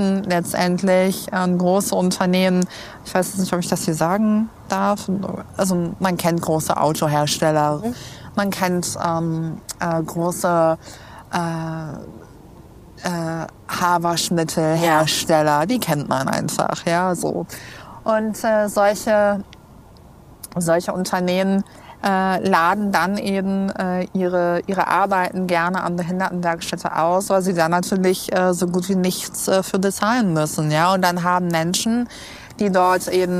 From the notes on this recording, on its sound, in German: Da wir diese Folge in der Stadtnatur aufgenommen haben